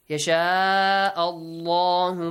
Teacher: pronounce the word Allah with a heavy sound because of the fatha before it